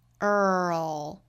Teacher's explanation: 现它其实就是一个卷舌的音哈。那世界这个词呢，卷舌音之后再去发舌侧音 earl。那我们就发现这个词美音的发法要叫英音这个舌头的动作更大一些。我们说英音里面这个词是不会有卷舌音的，所以舌头呢是从平到一个舌侧音的过渡，而美音的话是从卷舌到舌侧音的过渡